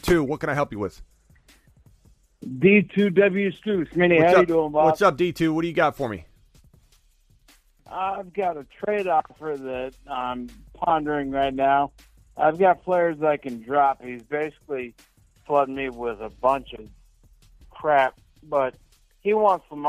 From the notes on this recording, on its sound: phone calls all hour